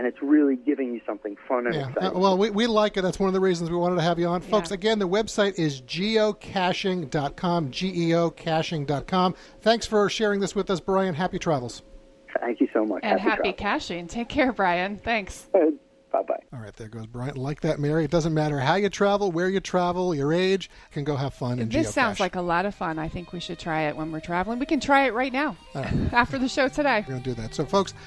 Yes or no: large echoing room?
no